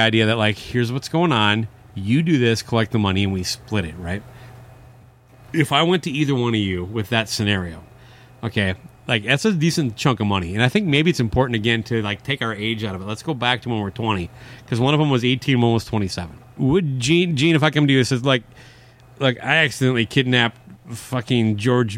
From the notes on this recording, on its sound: The only show taking it to the elements. Every episode of SOMO will be recorded outdoors on location.